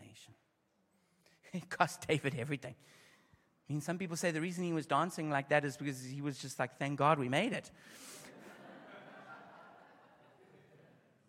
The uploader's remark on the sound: Opening session of the 2023 Every Nation Campus Conference hosted by Every Nation Berlin